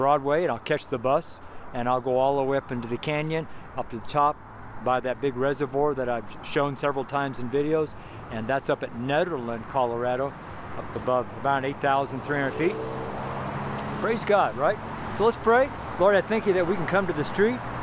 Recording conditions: outdoors